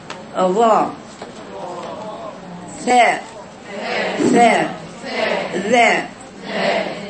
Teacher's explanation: قلت طرف اللسان متعامد مع أطراف الثنايا العليا